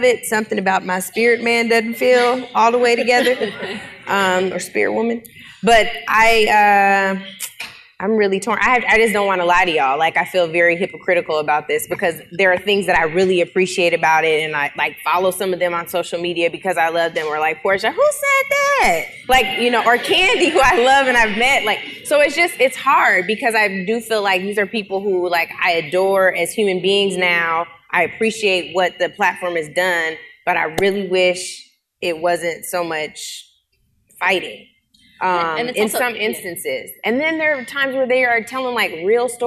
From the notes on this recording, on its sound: A LIVE, unfiltered conversation. From the nation's largest HBCU--North Carolina A&T where the ladies participated in a Chancellor's Town Hall entitled "Women's Issues".